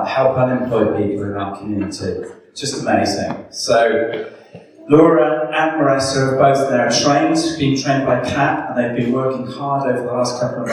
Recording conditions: echo